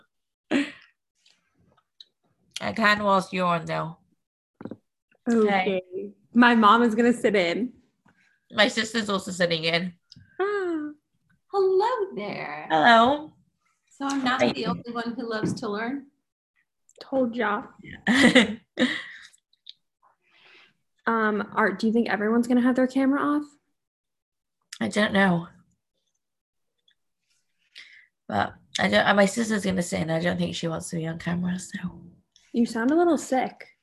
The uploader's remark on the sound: Zoom Class